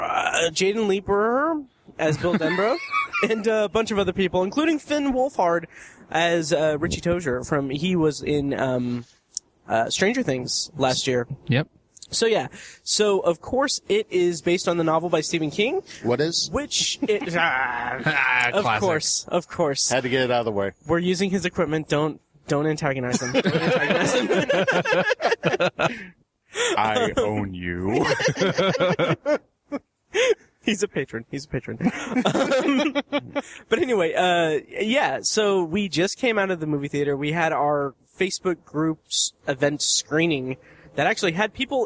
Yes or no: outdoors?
yes